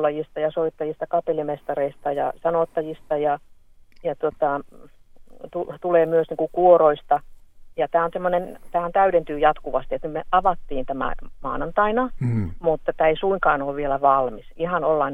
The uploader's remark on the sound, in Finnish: joka poikkesi puhelimitse